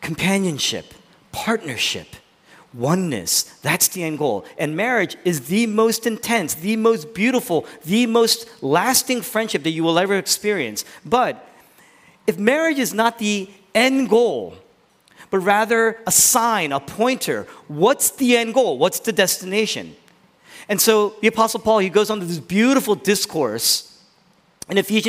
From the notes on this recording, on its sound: originally preached in East Falls, Philadelphia